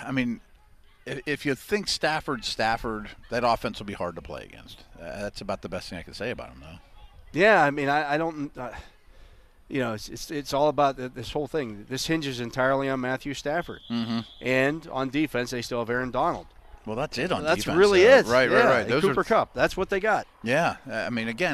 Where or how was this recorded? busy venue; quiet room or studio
busy venue